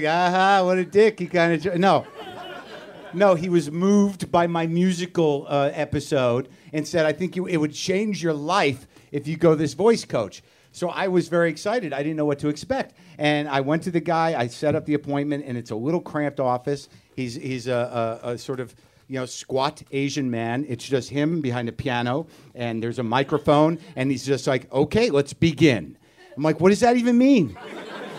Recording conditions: live audience